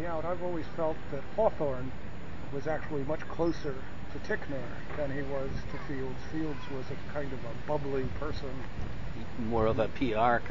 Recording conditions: wind noise